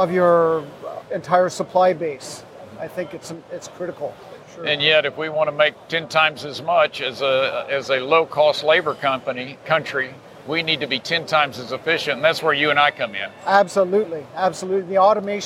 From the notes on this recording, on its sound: Show Floor Report. This episode of The Roboticist Chronicles is brought to you from the show floor of FABTECH 2021 in Chicago, Illinois.